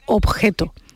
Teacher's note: Pero esa B de objeto mucha gente no la pronuncia